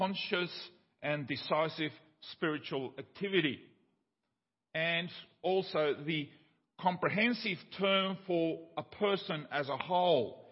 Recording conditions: large echoing room